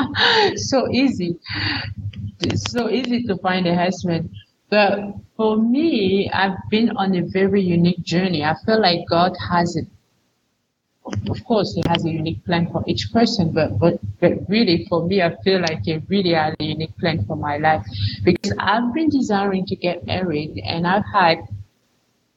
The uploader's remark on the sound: Yes, this week’s audio and video quality is not as high as it sometimes is. It happens, and it’s outside of our control. All the way from Cameroon.